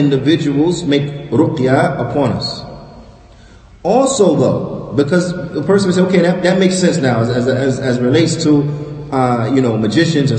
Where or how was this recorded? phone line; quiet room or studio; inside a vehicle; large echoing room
large echoing room